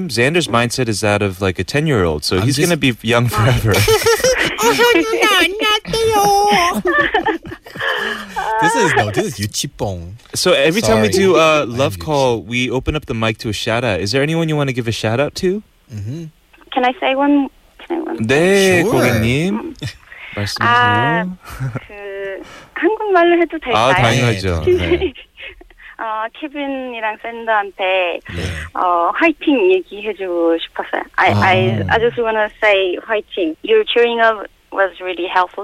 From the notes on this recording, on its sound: phone listeners for a brief chat and open the mike to them